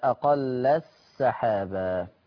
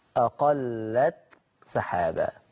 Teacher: وفي الحقيقة التاء تظهر عند السين · Shown in: second take · أقلت سحابة، لازم أخلص التاء من السين.